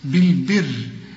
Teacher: شوف أنا قلت الراء إزاي مرققة ليه؟ أولا هي مكسورة وكمان بيسبقها الباء مكسورة